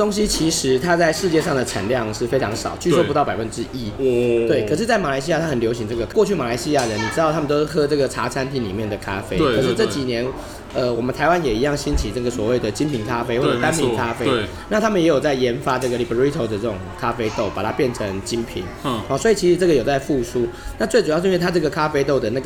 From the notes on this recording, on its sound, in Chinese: 本集白噪音指數：柔風級 3/5。錄音地點： MB White Coffee 士林店。